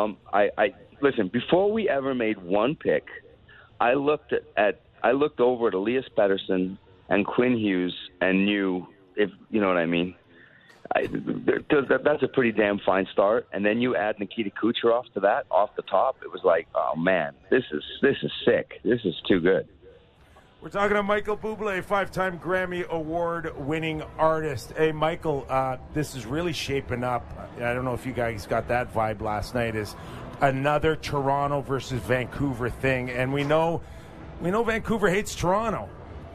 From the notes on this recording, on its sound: Live at Fan Fair. Are live at All-Star Fan Fair to break down a news-filled day in the NHL!